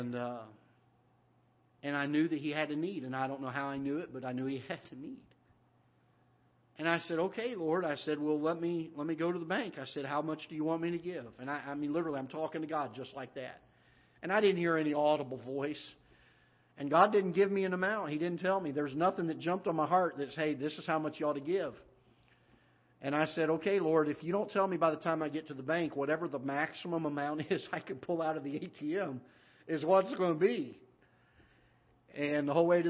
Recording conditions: large echoing room